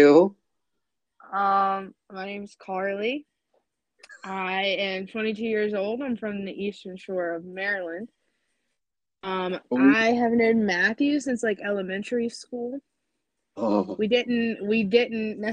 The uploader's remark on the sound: this episode's sound quality definitely took a ride on the struggle bus